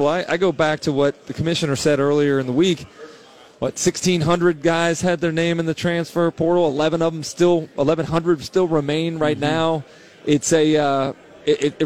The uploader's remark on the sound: live from SEC Media Days